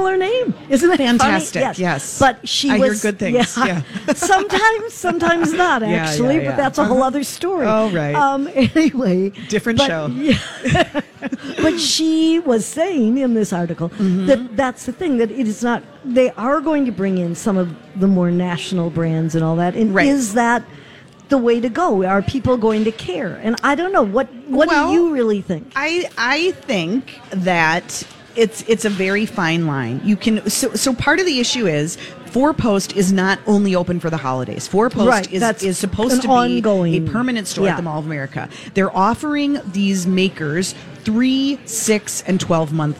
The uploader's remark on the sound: Live at the General Store of Minnetonka